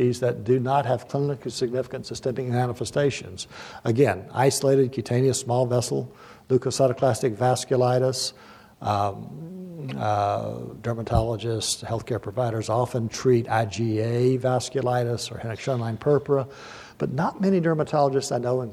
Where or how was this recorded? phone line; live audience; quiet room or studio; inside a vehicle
live audience